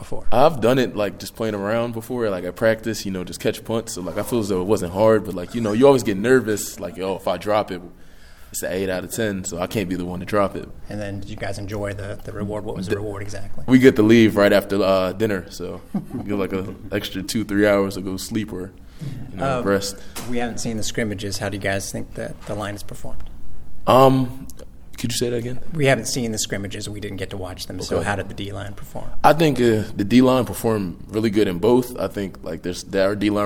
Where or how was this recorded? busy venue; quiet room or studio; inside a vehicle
busy venue